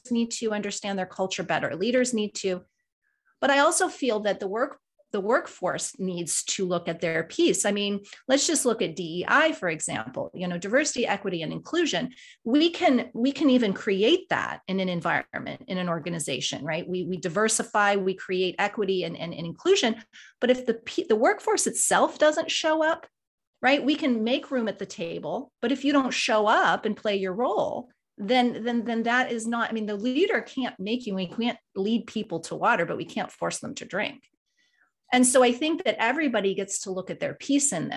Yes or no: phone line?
no